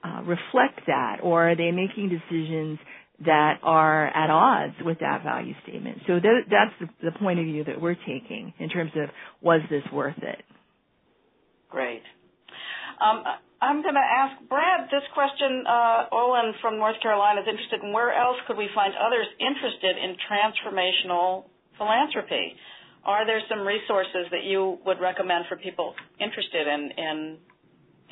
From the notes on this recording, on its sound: On this call. This FREE event was recorded.